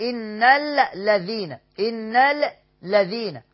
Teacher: طيب، إن الذين معانا لام شمسية مدغمة أصلها إن الذين، إن الذين، فاللام أدغمت في اللام بقت لام واحدة مشددة